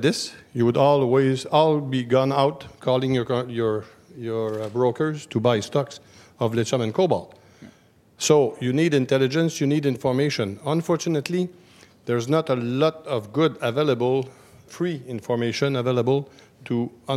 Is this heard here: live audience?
yes